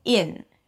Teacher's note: It's a relaxed I sound, and then we lift the tongue up for the N